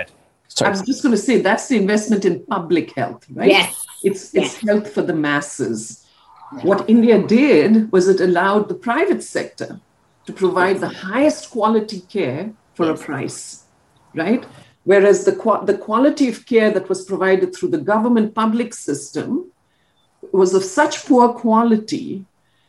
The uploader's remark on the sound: This is a zoom recording